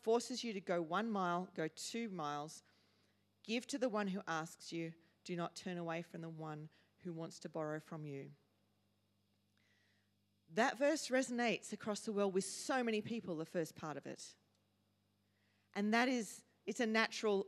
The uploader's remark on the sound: first preached in C3 Bathurst on 22 October 2023